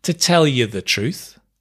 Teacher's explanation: The you becomes ya.